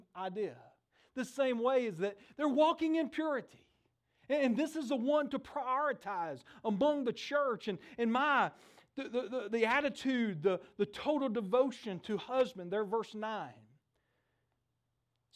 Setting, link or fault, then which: setting, large echoing room